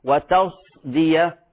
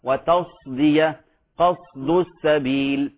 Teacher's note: لحن جلي يخل بمعنى الكلمة، قد تلفظ الصاد ويبين إطباقها، طريقة معالجتها بين إطباق الصاد والفظها واضحة